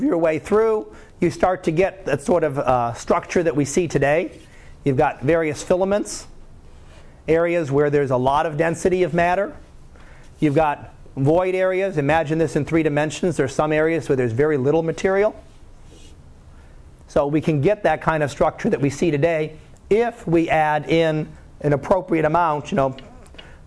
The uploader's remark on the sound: Live Class Lecture